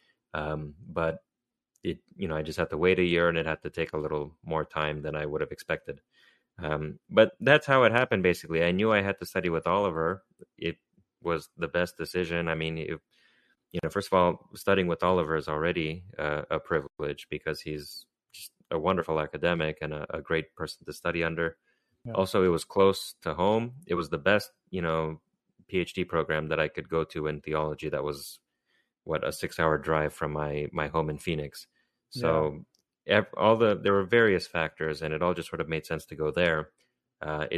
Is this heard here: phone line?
no